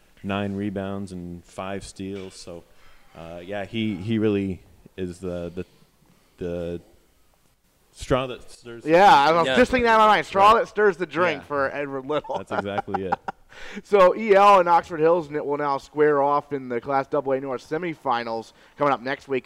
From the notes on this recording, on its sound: broadcast live from Gridiron Restaurant